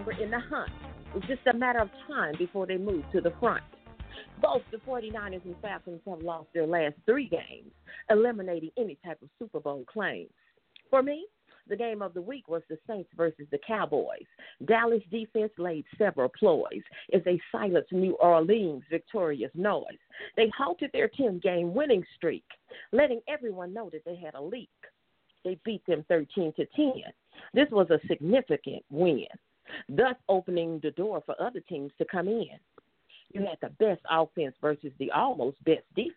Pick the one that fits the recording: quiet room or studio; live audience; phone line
phone line